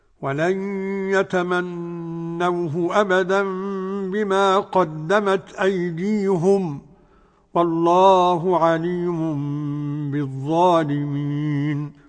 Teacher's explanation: أيديهم قرأ بضم الهاء يعقوب فقط